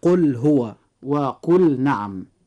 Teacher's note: ومثال الأمر: قل هو. اللام في قل جاء بعدها حرف الهاء فيجب إظهارها · Term: الإظهار